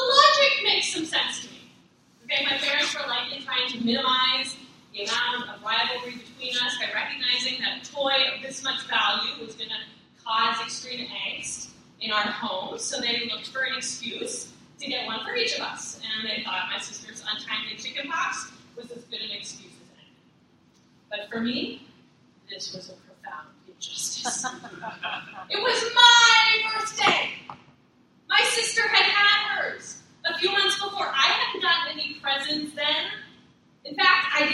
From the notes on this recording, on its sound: Please forgive the first two minutes of sub-par audio quality.